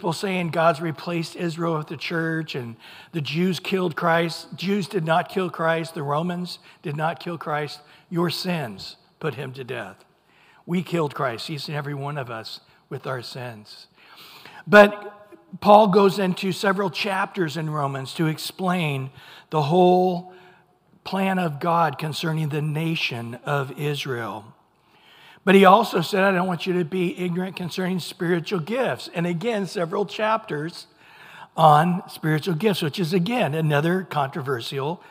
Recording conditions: large echoing room